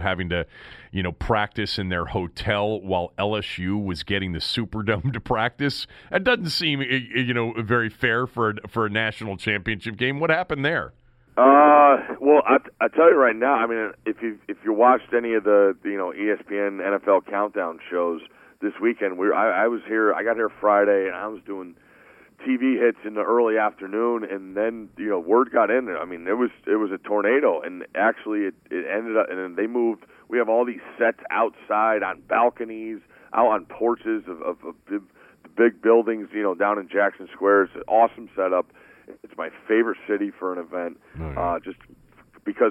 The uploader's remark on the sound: called in from New Orleans